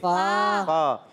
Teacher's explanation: فجعلناه فا پر زبر، فا کا مخرج اوپر والے دانتوں کے کنارے جب نیچے والے ہونٹ کے تر حصے سے لگتے ہیں تو ادا ہوتا ہے فا